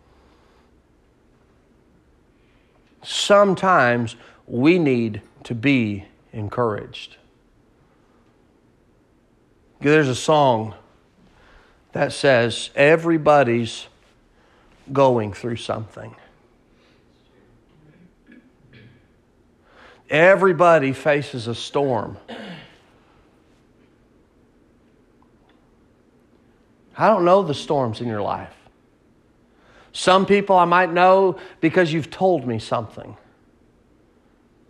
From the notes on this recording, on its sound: Sermon preached at Mid County Baptist Church in Nederland Texas